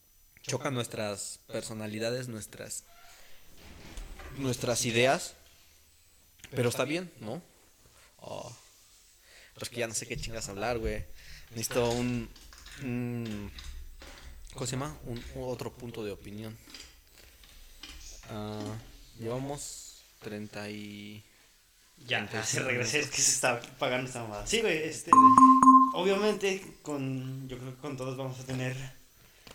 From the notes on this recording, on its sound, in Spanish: perdonen el eco del audio